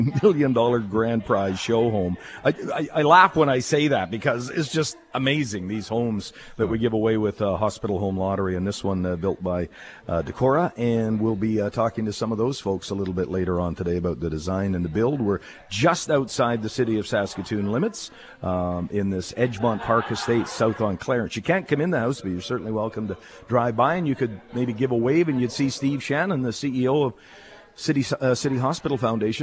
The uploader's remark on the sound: Live from Hospital Home Lottery show home